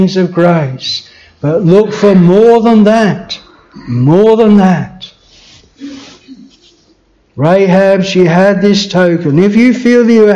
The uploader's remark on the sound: This sermon was preached at Bethel Chapel Luton.